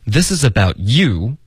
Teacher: 然后这个 you 会加重音